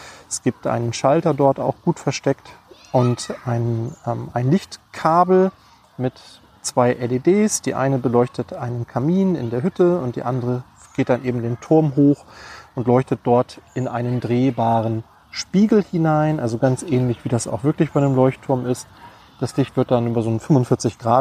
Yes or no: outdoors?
yes